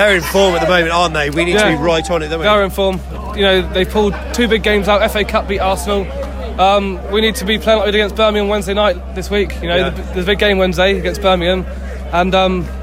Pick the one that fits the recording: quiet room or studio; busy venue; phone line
busy venue